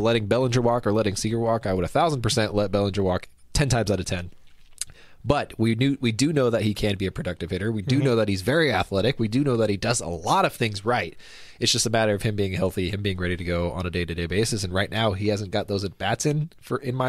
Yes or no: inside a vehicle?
no